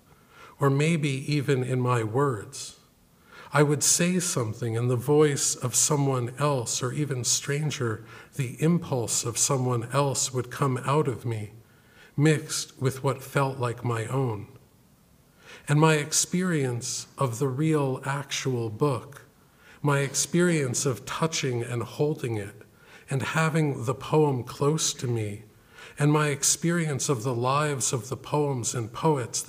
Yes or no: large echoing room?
yes